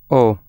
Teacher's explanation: As in Northern English, not, but with rounder lips.